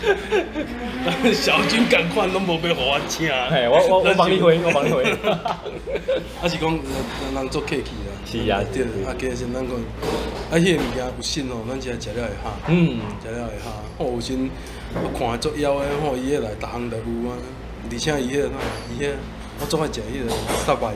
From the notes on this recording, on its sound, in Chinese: 錄音地點：Louisa Coffee 路易莎咖啡 台南中華店。錄音設備：Samsung S10+。